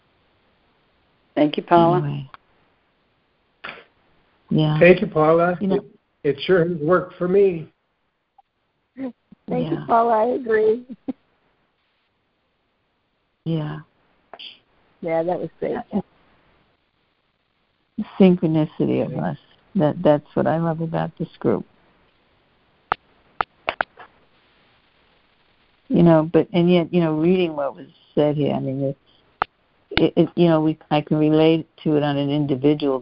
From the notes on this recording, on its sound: joining together on a Free Conference Call